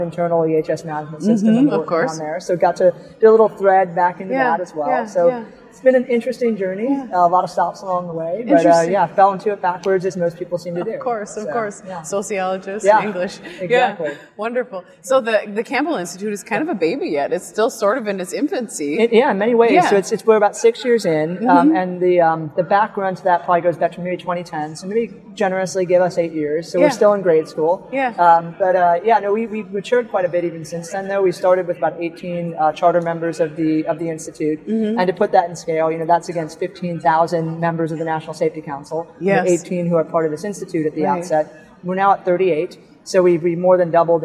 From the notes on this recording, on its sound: live on the Expo floor of the NSC Congress